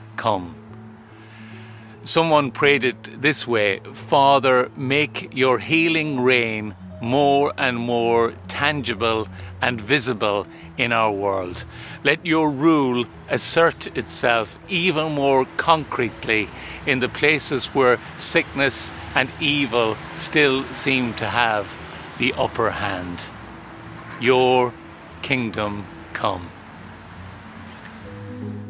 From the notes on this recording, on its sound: hence the sounds of nature in the background.